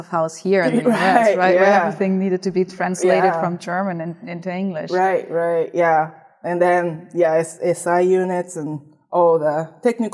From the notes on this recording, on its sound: Recorded at the PhiusCon 2023. The Passive House Podcast at the Passive House Network Conference.